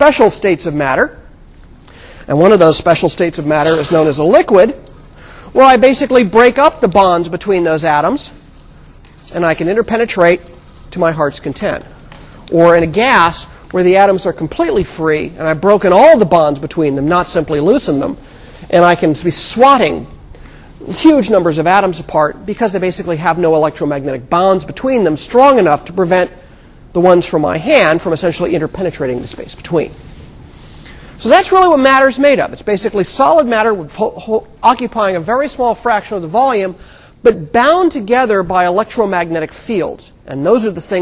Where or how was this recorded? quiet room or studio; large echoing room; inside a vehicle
large echoing room